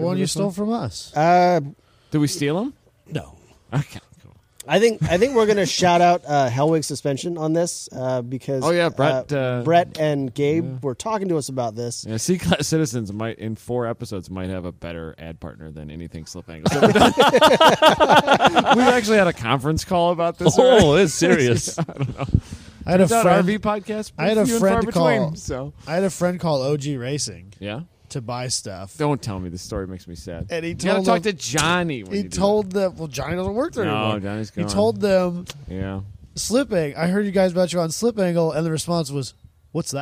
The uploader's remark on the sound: We record at COTA. Hang out in the same garages that the F1 teams use.